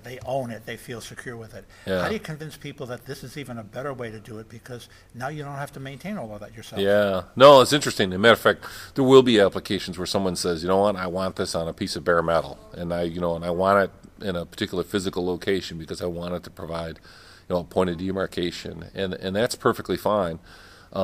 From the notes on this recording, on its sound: At ITEXPO 2018 we recorded a podcast with Telecom Reseller